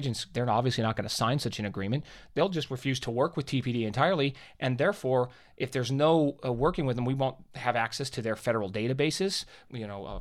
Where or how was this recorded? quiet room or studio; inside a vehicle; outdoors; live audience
quiet room or studio